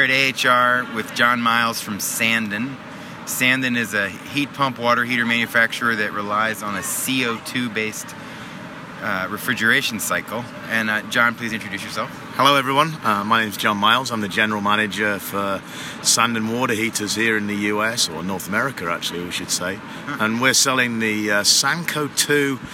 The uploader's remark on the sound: live on the AHR Expo floor in Chicago